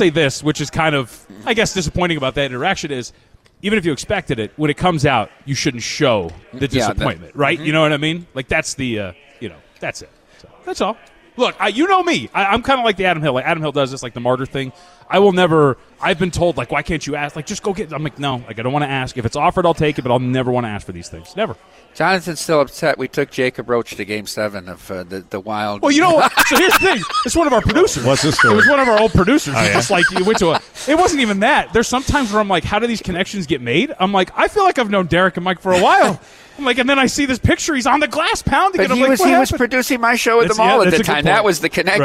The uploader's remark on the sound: LIVE AT CIRCA